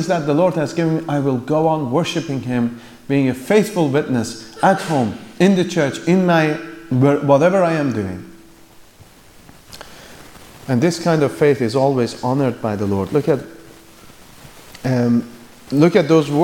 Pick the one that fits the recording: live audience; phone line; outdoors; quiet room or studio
live audience